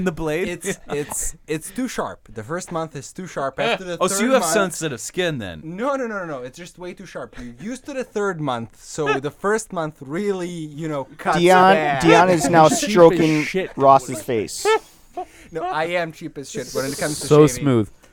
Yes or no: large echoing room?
no